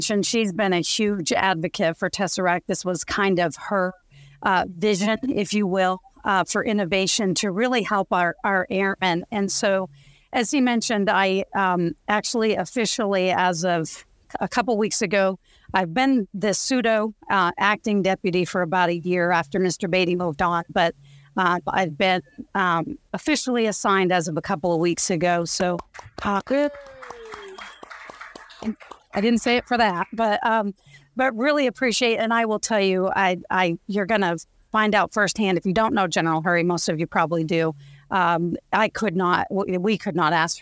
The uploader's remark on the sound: Tesseract Summit 2023: Senior Leader Panel.